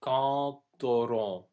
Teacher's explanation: when the D becomes pronounced, it actually does not remain a D, it becomes a T. · Term: liaison